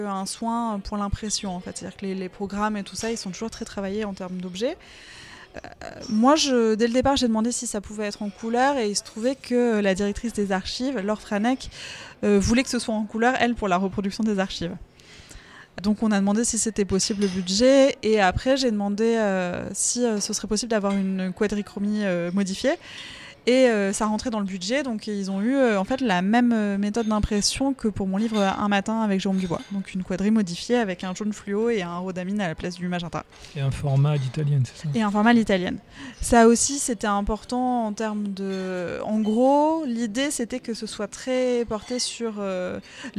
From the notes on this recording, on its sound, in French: Aux Archives de Corse. Un échange enregistré lors de l'édition 2023 du festival BD à Bastia.